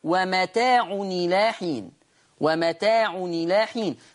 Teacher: تحذف الهمزة للتخفيف ونكسر التنوين لأن حركة الهمز الكسر